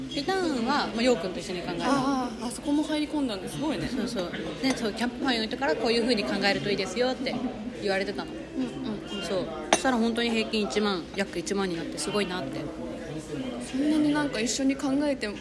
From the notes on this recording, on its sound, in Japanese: 今回はカフェで収録したため終始ガヤガヤとうるさいです。ごめんなさい！